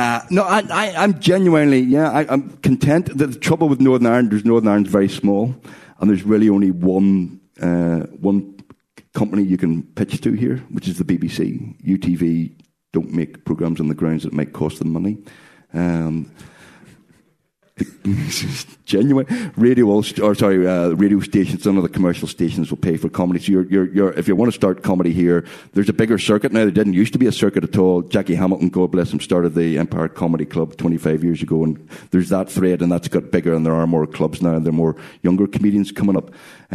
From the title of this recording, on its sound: Live at Belfast Comedy Festival